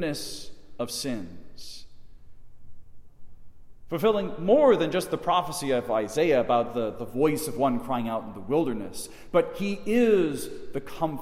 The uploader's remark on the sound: Delivered in the Chapel of St. John Paul II at Mundelein Seminary in Mundelein, IL.